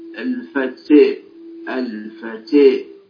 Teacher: فهي ليست فتحة متمكنة، وحتى الألف بعدها تأثرت، فيعني نحونا بالفتحة نحو الكسرة وبالألف نحو الياء. · Term: الإمالة